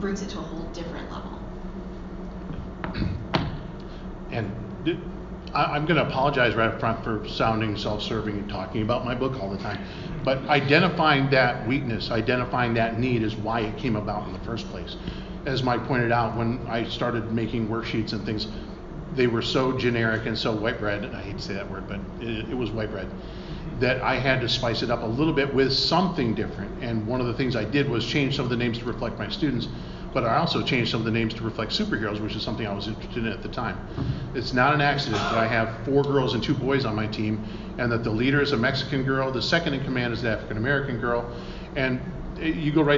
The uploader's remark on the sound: This is the audio from my Panel at C2E2 in Chicago on Aprl 7th.